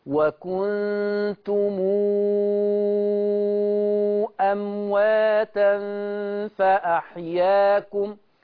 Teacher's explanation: طيب انا خلاص حطيت ايدي وعرفت ان الميم دي ميم جمع، اعمل فيها ايه؟ الميم دي هتوصل بواو، هنحط لها واو مد · Term: صلة الميم